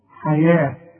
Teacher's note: حياة التاء المربوطة بتتحول إلى ه عند الوقف